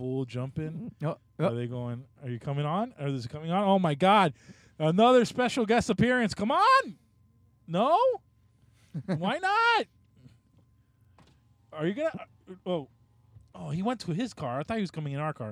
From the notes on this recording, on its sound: we are in the car